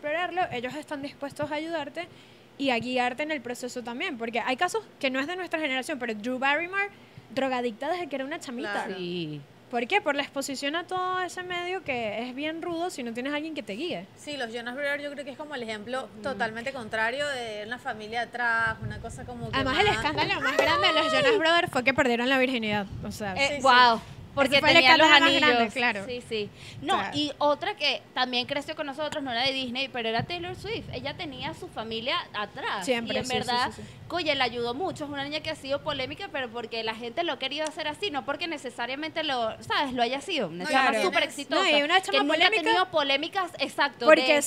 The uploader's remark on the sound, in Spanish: Grabado en Vía Lattea, en Caracas